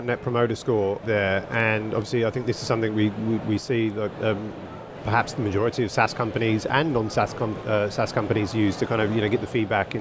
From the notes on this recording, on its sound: On the SaaS Revolution Show, live from Slush 2019.